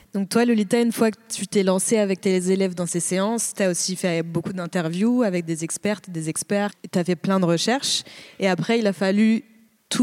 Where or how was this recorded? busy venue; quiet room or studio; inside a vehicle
busy venue